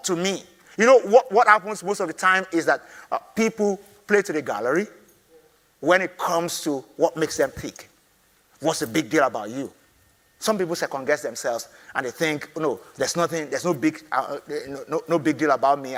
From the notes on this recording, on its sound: I delivered this teaching at the inaugural Find Your Voice conference in London.